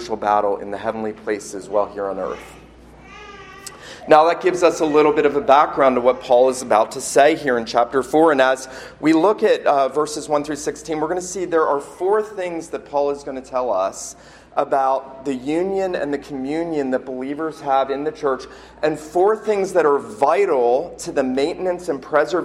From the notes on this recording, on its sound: This sermon was preached at Christ Church Presbyterian in Charleston, SC on Sunday morning, October 13, 2019.